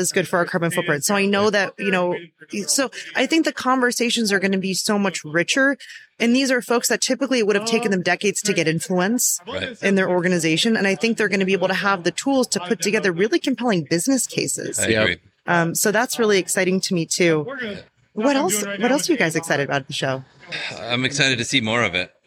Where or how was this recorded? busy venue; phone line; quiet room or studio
busy venue